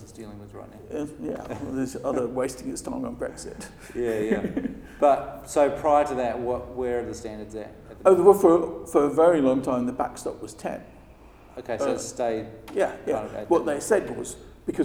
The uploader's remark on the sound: At the 2019 Passive House Conference in Heidelberg